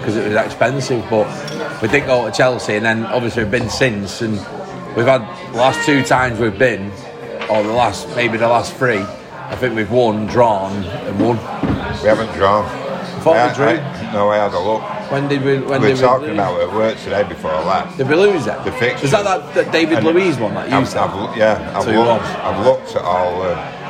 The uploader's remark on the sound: Chelsea Away (Stamford Bridge). Finish the podcast off on the walk home from the mini bus. Hopefully, the sound is ok as this had to be recorded on our phones.